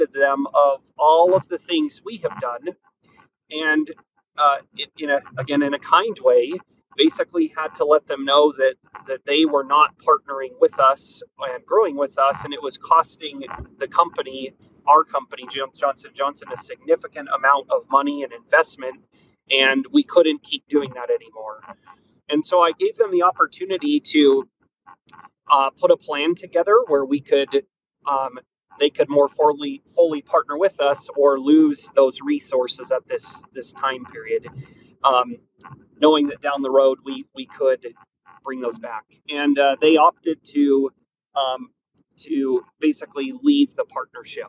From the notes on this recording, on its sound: Sorry about the background noise.